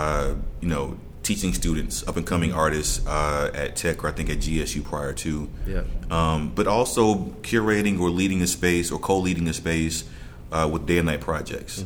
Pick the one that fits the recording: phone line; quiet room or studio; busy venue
busy venue